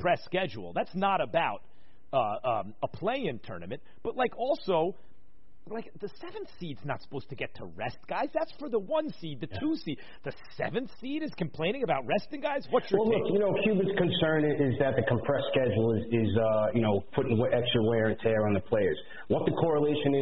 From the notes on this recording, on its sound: finish the interview via phone